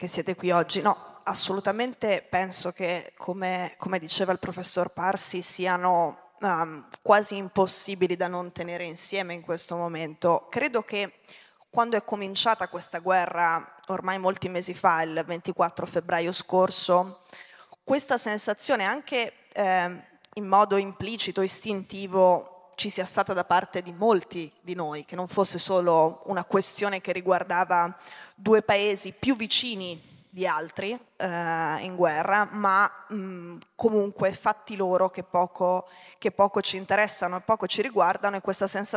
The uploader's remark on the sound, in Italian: Questo intervento è estratto dal Festival "Dialoghi di Pandora Rivista" dell'ottobre 2022.